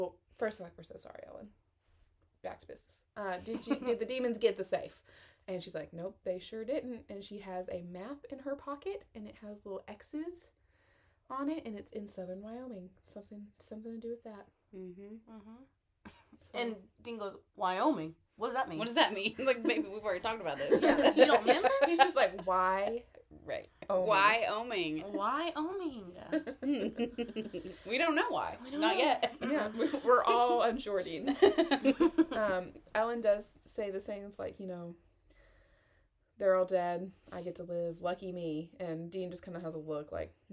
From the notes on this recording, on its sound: Sorry about the noise in the background. Parents gonna do what parents gonna do.